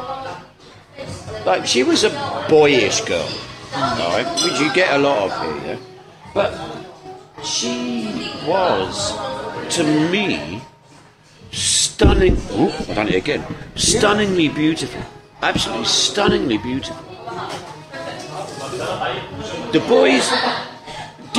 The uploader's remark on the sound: This episode was recorded from New York Cafe